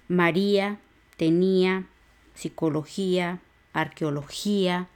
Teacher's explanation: a pesar de que termine en vocal, se rompe el diptongo con la I, entonces se acentúa I Aquí cualquier palabra que termine en IA, acentúen la I.